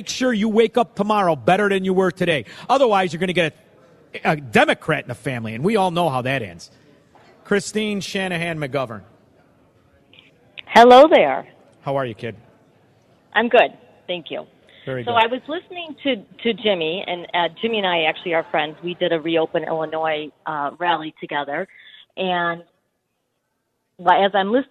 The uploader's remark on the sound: broadcasts LIVE from the World Premiere of Uncle Tom II